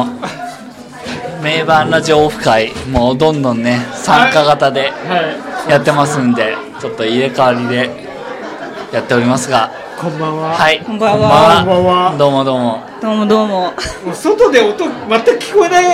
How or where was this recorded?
busy venue